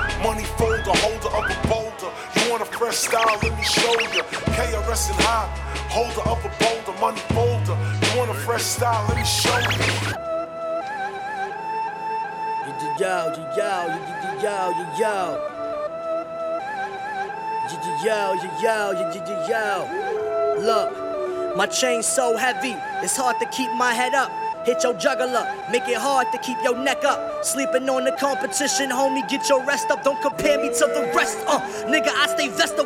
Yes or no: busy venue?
yes